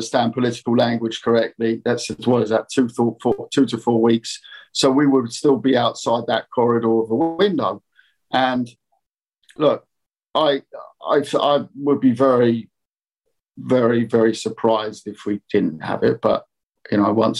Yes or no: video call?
yes